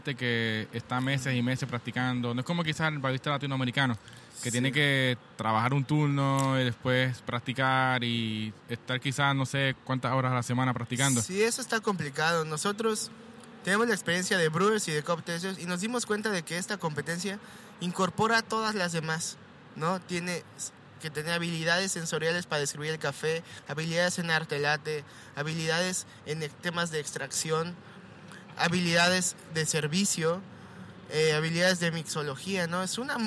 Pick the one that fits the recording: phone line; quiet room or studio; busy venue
busy venue